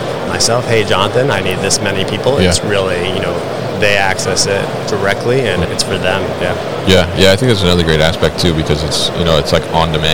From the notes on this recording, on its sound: Veryable at MODEX 2022